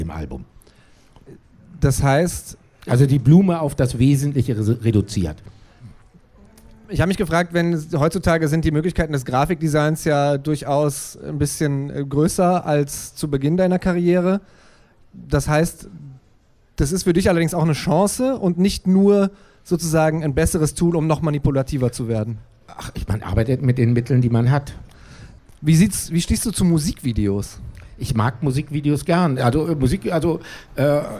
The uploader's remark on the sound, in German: auf dem Pop-Kultur-Festival 2019 gesprochen